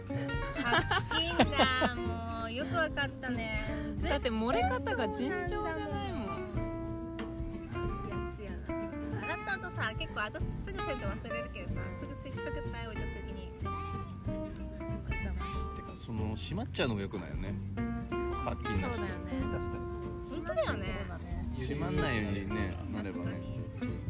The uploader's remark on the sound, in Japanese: ピクニックしながらレコーディングしたため、隣に妻たちの女子トークが混ざってたり